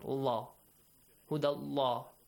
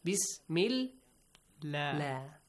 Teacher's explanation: Fatha sound or dhamma sound right before the word Allah, pronounce the letter lam in the word Allah with a heavy sound. · Shown in: first take